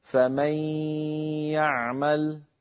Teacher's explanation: هنا أدغمنا النون في الياء فتحول جزءها اللساني إلى ياء، أما جزء النون الخيشومي وهو الغنة بقي موجودا بل طولناه ومططناه حتى صار طويلا غنة كاملة فمن يعمل. · Term: الإدغام بغنة